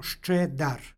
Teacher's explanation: Na kraju reči stoji sonant, ispred njega je suglasnik, između njih se dodaje nepostojano a u izgovoru radi lakšeg izgovora.